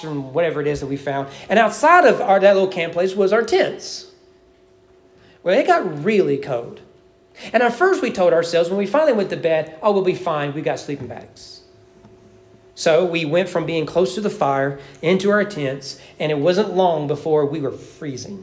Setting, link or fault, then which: setting, large echoing room